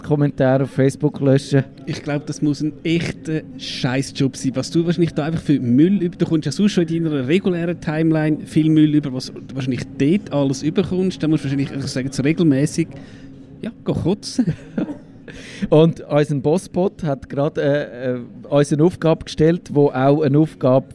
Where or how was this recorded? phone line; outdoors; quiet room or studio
outdoors